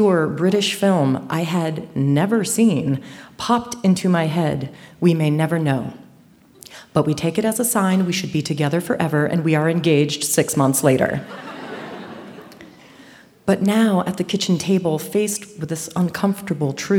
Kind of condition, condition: setting, live audience